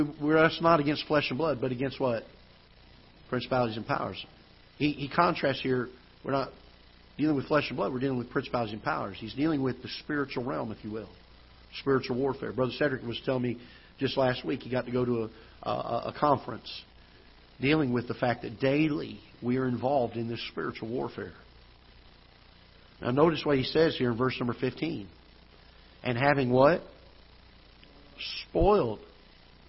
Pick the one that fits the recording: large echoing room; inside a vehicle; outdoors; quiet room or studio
large echoing room